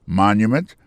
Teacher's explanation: pour mot monument il tombé sur premier syllabe là